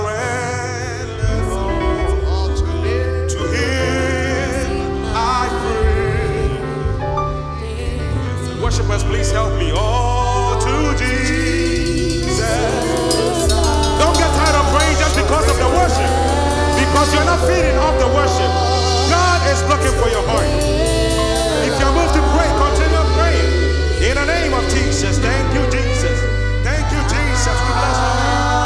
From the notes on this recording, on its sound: Be blessed by the live recording coverage of our Live 4 Christ Annual Event 2k15.